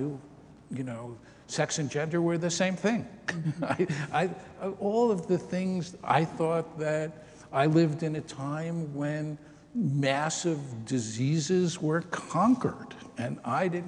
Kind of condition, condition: setting, live audience